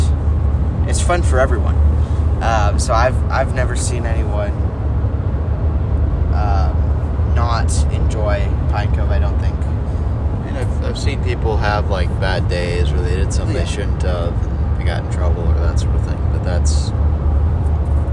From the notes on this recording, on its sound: In the excitement of driving to camp at Pine Cove